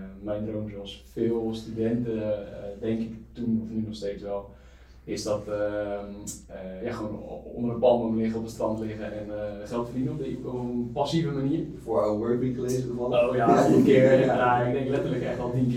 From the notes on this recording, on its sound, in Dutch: Helaas is er iets niet goed gegaan met de audio. Vandaar de lagere kwaliteit dan dat je van ons gewent bent.